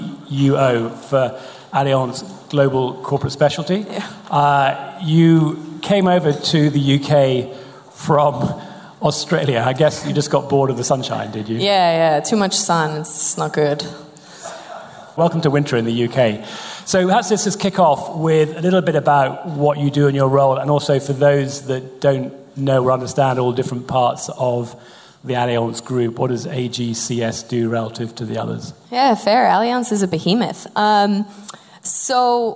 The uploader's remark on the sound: the second half of our "Reverse Pitch" event from The Steelyard